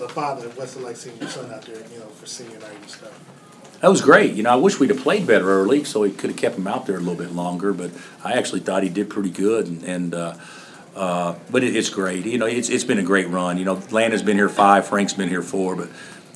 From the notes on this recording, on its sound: Press Conferences & Post-Game Interviews. Following a long Senior Night at Allen Fieldhouse.